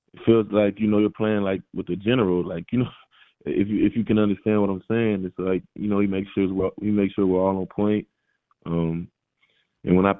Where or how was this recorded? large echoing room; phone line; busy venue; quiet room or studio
phone line